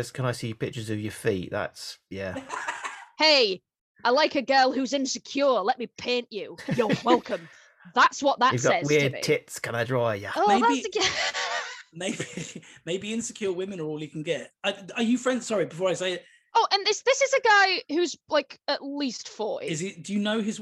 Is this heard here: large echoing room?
no